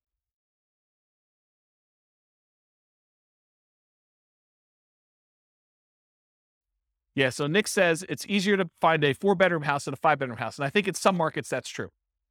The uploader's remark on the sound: This was a live class recorded